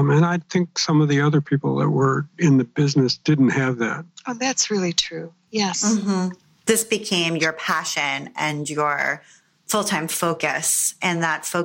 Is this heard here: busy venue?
no